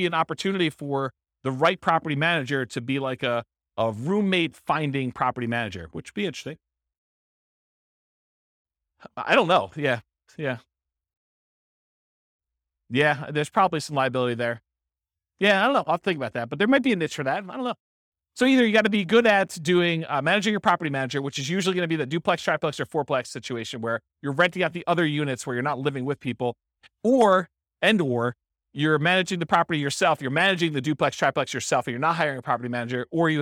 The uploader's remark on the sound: This was a live class recorded